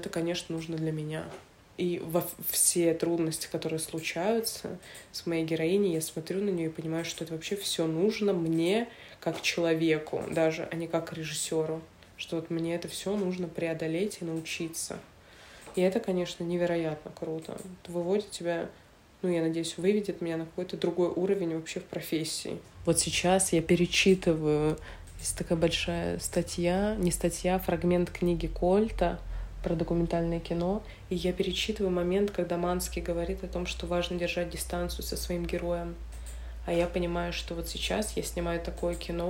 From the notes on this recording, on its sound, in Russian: Что за шум на заднем плане: «Здесь все сидят и монтируют».